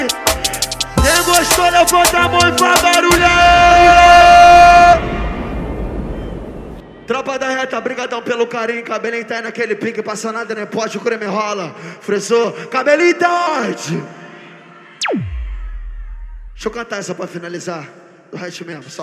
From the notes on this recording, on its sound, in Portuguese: AO VIVO NO BAILE DA SUÉCIA.